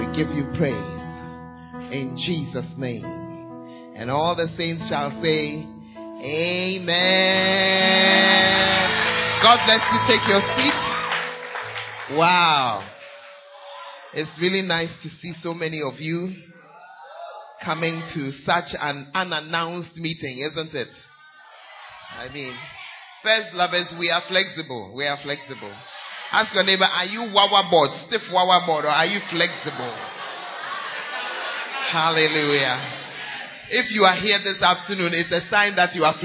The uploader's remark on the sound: Preached At Gathering Service, UHAS